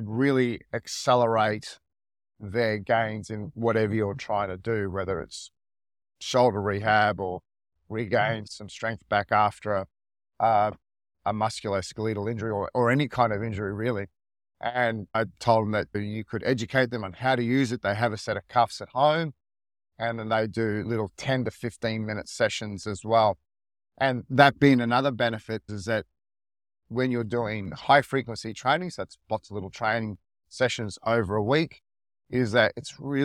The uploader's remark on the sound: For this episode I am actually recording in my car on the drive to work.